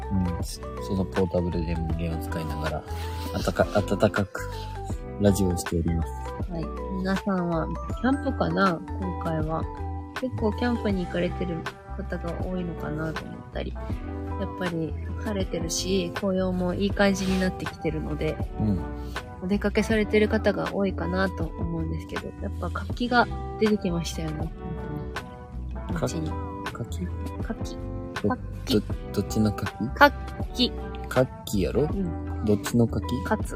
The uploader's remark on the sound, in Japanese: キャンプ場からお届けします